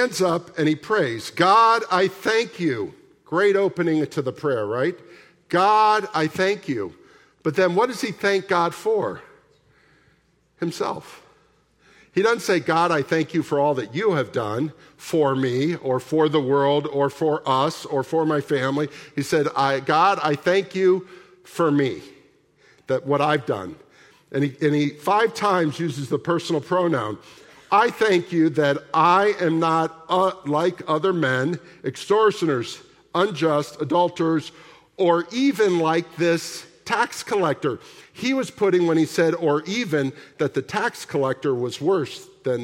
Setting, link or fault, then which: setting, large echoing room